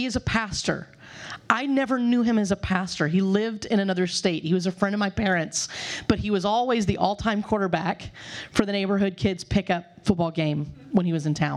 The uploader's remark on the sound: The following audio comes from the National Disciple Making Forum by Discipleship·org.